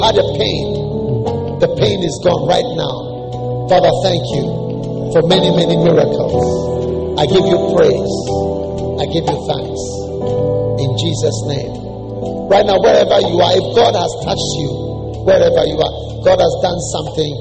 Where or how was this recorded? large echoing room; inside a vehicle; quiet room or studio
large echoing room